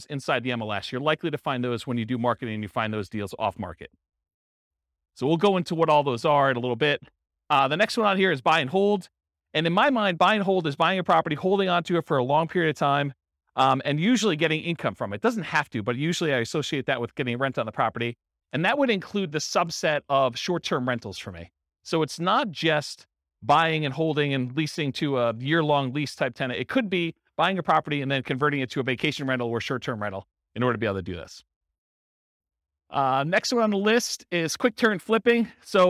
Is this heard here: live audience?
yes